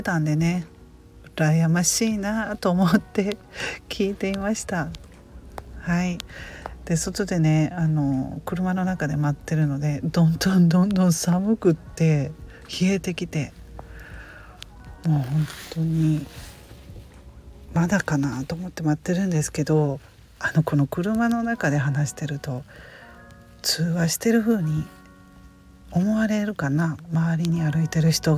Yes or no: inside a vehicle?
yes